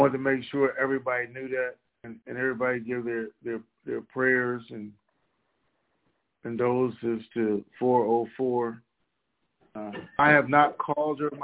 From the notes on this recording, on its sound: TNTSuperfantastic Conference Call